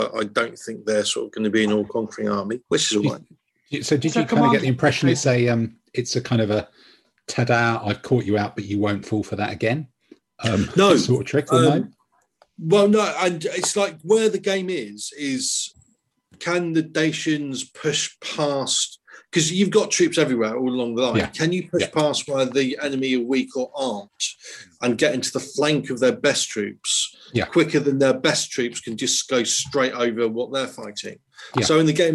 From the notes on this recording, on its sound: In this week's swelteringly hot podcast the regular team of seven perspire their way through a zoom call.